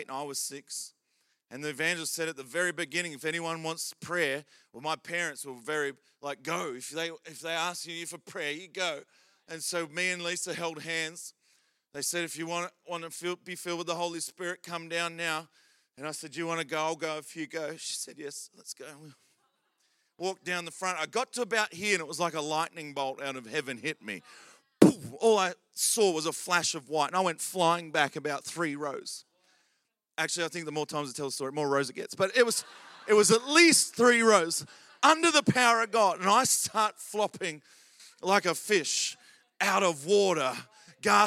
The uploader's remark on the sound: Recorded during our Melbourne East service on Sunday, the 29nd of October 2023.